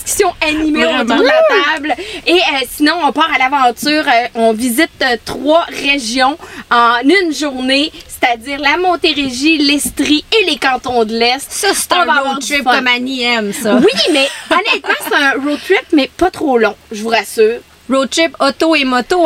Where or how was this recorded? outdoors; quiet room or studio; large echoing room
outdoors